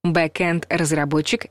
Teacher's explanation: С произношением все более или менее однозначно. Везде твердый звук «э».